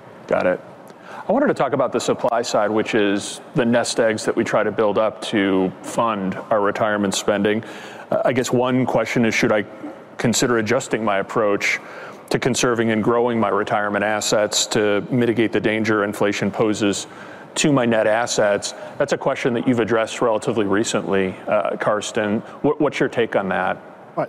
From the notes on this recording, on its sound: Which we recorded live at the annual Morningstar Investment Conference held recently in Chicago, Illinois. In this panel discussion, recorded before a live audience.